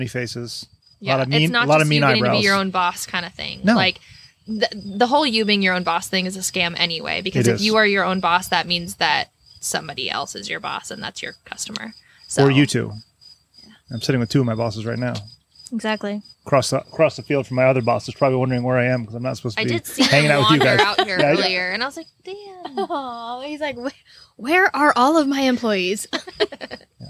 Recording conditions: outdoors